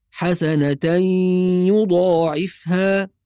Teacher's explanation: يبقى كأني ألغي التنوين وأنطق الياء مع الغنة · Term: إدغام بغنة